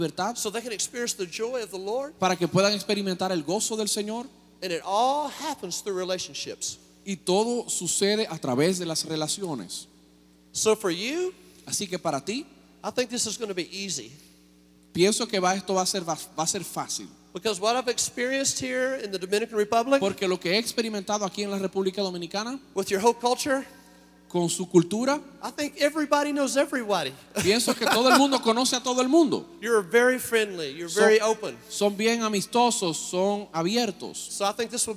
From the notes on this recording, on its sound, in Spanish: Mensaje grabado en Iglesia Cristiana, Santo Domingo, República Dominicana.